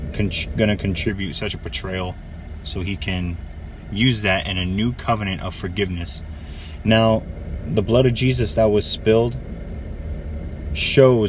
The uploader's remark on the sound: Forgive the noise and lighting in the elements, it was a spontaneous request!